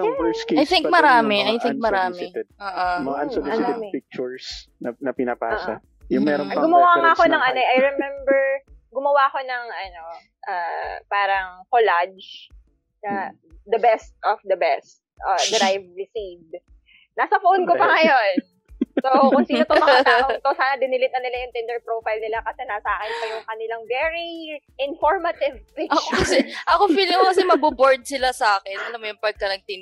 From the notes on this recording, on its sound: This episode was recorded a few months ago, our third recording since we started this podcast. Obviously, we do not have the proper equipment yet at that time LOL so the quality of the sounds is...so so LOL.